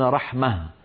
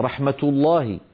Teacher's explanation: وأغلب العرب في زمن النبوة يعاملون هذه الهاء في الوصل تاء، فيقولون مثلا رحمة الله، وإذا وقفوا يقولون رحمة، ففي الوقف يحولونها إلى هاء وفي الوصل ينطقونها تاء · Term: هاء التأنيث